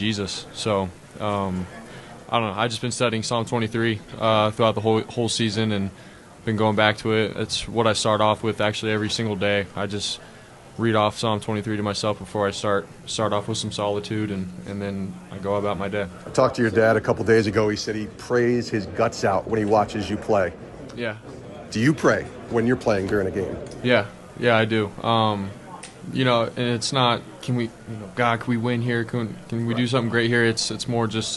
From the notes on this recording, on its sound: Interviews LIVE from Super Bowl LVIII in Las Vegas. Sports Spectrum is LIVE from Las Vegas, Nevada covering Super Bowl LVIII.